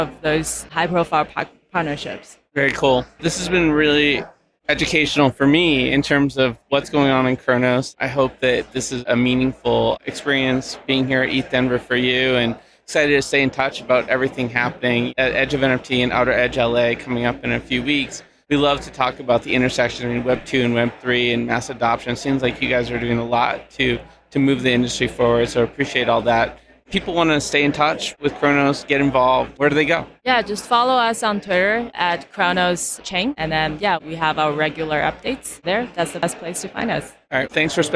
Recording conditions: busy venue